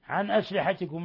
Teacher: نون ساكنة جاء بعدها الهمزة، إظهار حلقي، إظهار حلقي، وقوع الهمزة بعد النون الساكنة والهمزة من حروف الحلق، فهذه تظهر إظهارا حلقيا.